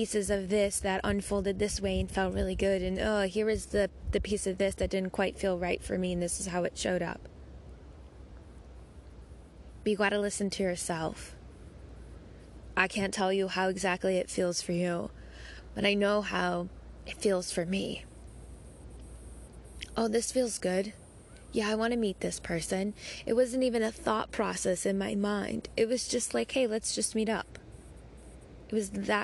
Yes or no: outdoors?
yes